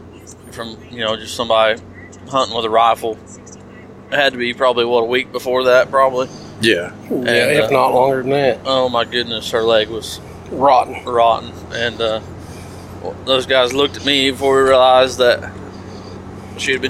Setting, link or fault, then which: setting, inside a vehicle